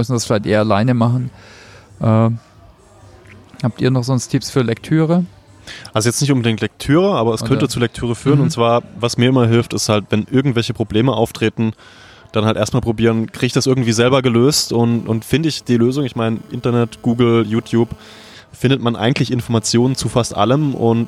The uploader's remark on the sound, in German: Beim letzten Meetup spontan einen Podcast im Biergarten aufgenommen, daher auch die Hintergrundgeräusche.